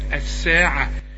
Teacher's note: الساعه السين عليها الشده تبقى الحرف مشدد لكن لا يغن